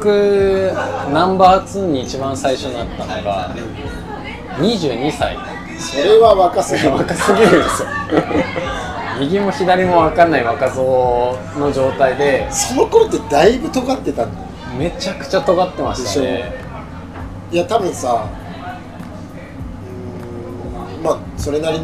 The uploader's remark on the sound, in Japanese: 焼肉屋さんで突然の収録で騒がしいですが、そんな場だからこその熱い談義になりました。呑みの席の感覚で聞いてください。